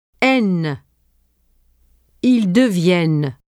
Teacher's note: the presence of double N denasalizes the vowel into E, as in les, and the N is pronounced